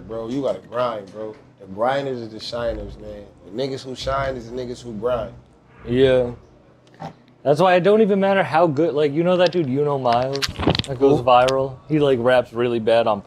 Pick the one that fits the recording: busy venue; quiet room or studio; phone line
busy venue